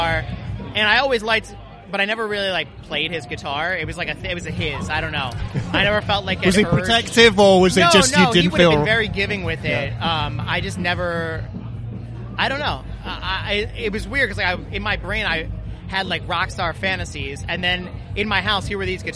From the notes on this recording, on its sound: episodes recorded at Slam Dunk 2022